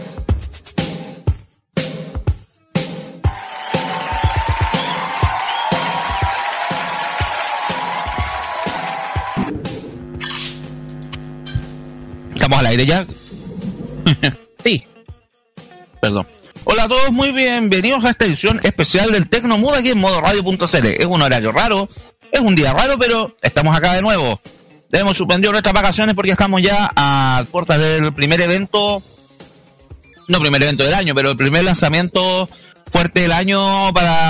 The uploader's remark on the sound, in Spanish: En esta edición especial, el equipo de Tecnomood estuvo presente cubriendo en vivo el lanzamiento de la nueva línea de teléfonos Samsung Galaxy S22 y las nuevas tablets Galaxy S8.